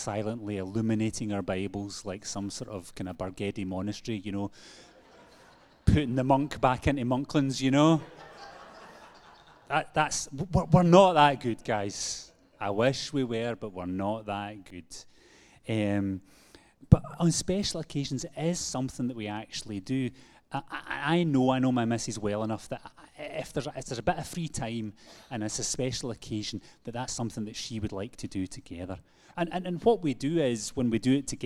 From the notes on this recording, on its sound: Live from our Sunday Gathering